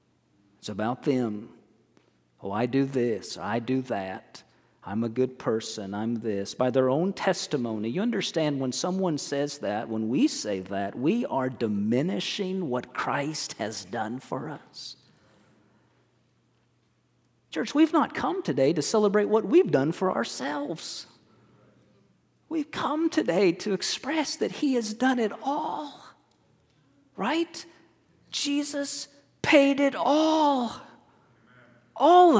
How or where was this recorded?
large echoing room